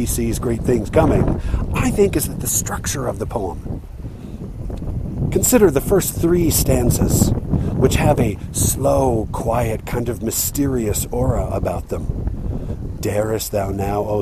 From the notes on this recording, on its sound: Recorded by the Diamond Fork River, but there was a bunch of obnoxious wind that sometimes you'll hear with lousy noise.